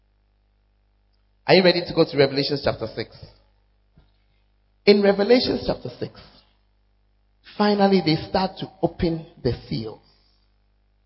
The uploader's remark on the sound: Send it Mini-Camp Navrongo. Preached at First Love, Navrongo.